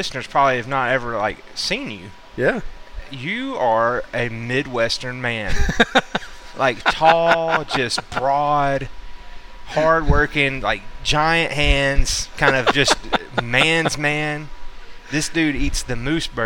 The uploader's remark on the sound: LIVE from The Bucksnort. Had a chance to stop in at our favorite deer hunting themed burger joint.